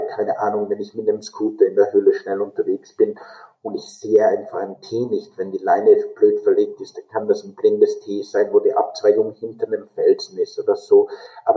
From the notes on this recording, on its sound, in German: Leider ist der Ton nicht ideal dieses Mal. In Mexico und ich in Deutschland sitze und ich ihm daher leider kein Mikro zur Verfügung stellen konnte.